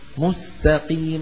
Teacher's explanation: القاف مفخمة طبعا ولو كانت مكسورة فهي في أقل مراتب التفخيم. إذا ما انتبهنا ممكن الواحد يقول المستقيم، اهدنا الصراط المستقيم.